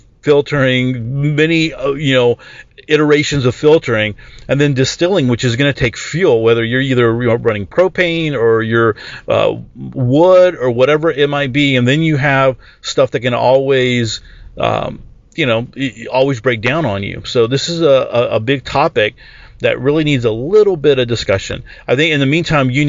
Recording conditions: inside a vehicle